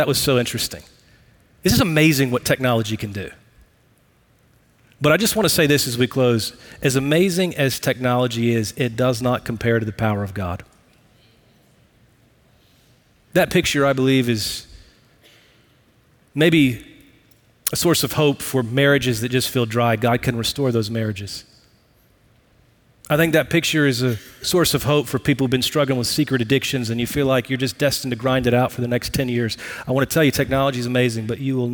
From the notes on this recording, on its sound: Recorded live at Brookwood Church.